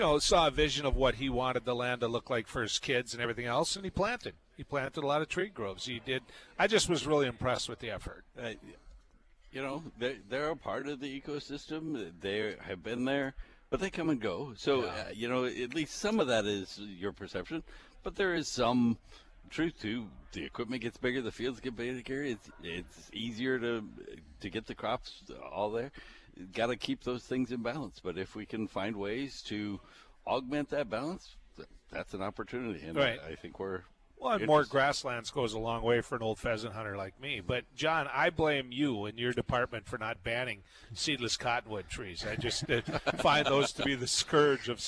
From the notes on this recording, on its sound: broadcasting live from the 41st Annual Red River Basin Land & Water International Summit Conference with the Red River Basin Commission